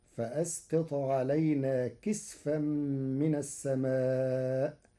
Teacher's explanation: قرأ ورش كلمة كسفا بإسكان السين فتصير فأسقط علينا كسفا من السماء، على أنه اسم جمع كسفة كسدرة وسدر.